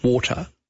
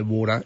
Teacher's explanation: T is becoming D. It's a rapid D. · Shown in: second take